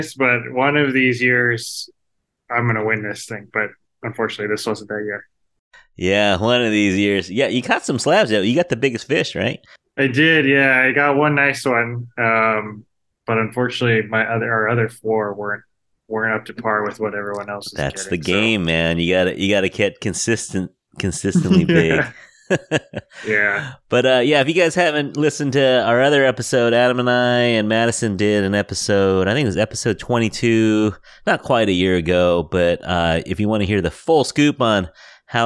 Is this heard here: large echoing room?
no